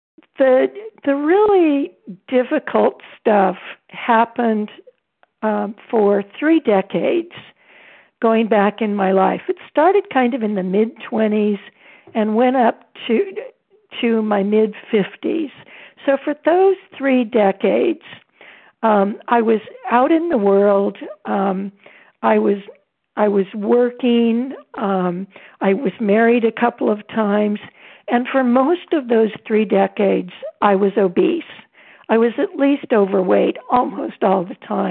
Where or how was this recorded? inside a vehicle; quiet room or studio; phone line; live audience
phone line